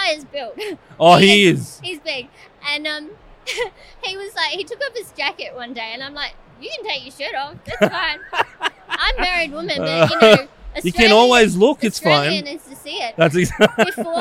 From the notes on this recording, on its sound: filming live on location at Brickvention 2023